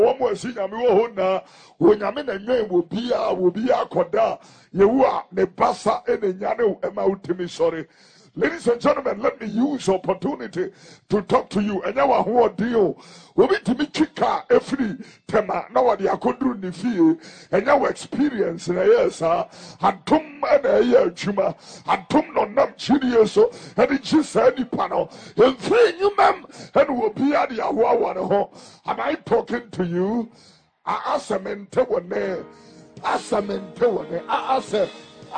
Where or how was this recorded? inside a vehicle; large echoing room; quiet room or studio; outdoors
large echoing room